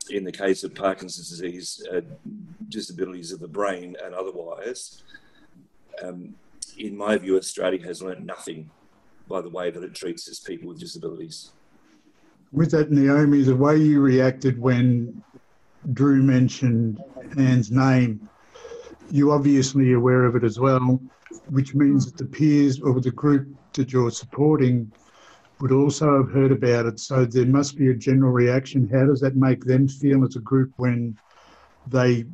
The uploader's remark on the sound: We are chatting again via zoom